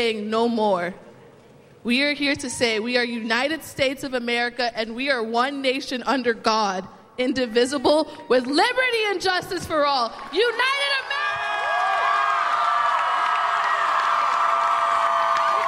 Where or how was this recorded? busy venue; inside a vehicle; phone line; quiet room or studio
busy venue